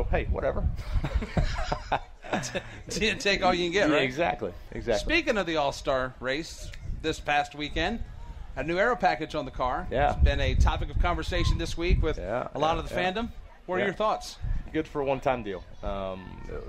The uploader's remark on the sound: On this week's NASCAR Live we are at the Go Pro Motorplex in Mooresville, NC for the 'Little 600'!